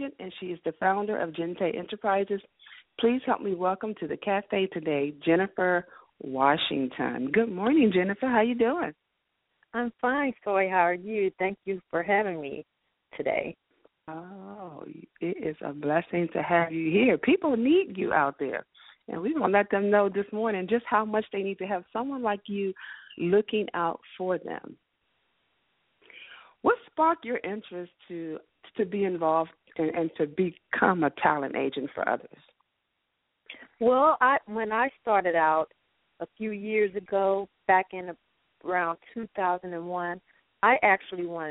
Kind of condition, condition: link, phone line